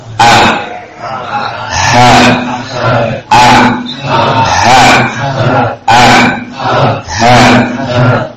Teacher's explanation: Terbagi menjadi tiga makhraj, tiga tempat keluar huruf yang disebut dengan aqsal halq. Ini pangkal tenggorokan paling dalam. Keluar dari makhraj itu huruf hamzah dengan huruf ha